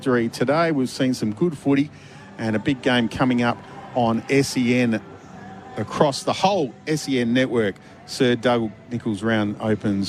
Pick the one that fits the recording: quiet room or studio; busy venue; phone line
busy venue